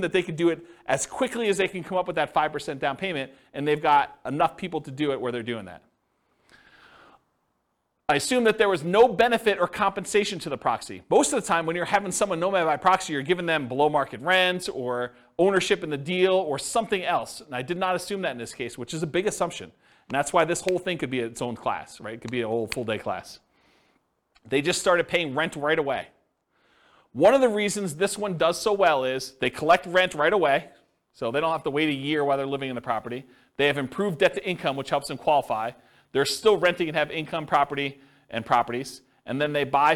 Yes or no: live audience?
yes